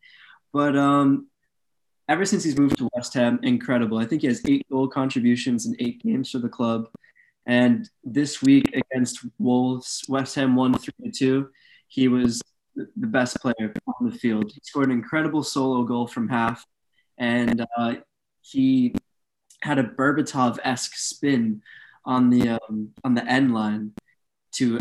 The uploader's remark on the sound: Return to recording via Zoom while quarantining due to COVID-19 (apologies for the technical difficulties with the audio).